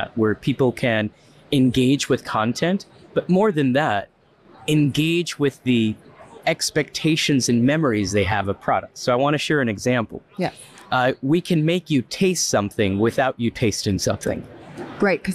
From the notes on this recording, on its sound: Their discussion, taped at RICE 2023